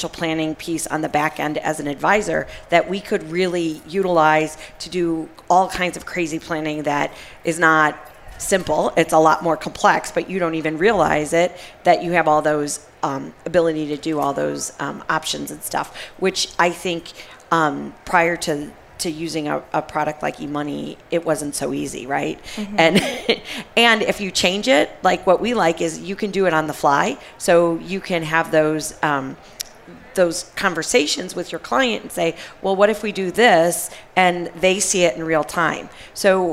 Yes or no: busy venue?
yes